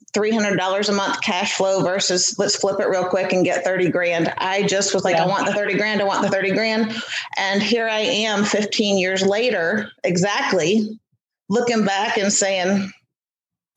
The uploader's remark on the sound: this is a Zoom interview & the quality is okay